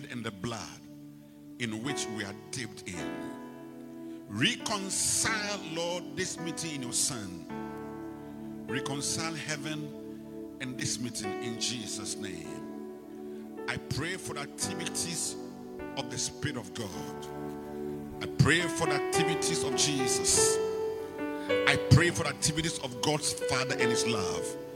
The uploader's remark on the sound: Preached at the Rose of Sharon Cathedral , Catch the Anointing Centre, LA - Acccra